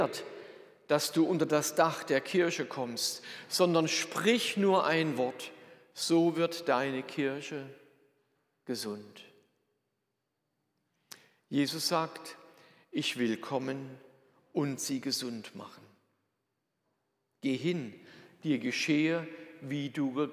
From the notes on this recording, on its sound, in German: Predigt aus der Lutherkirche Plauen.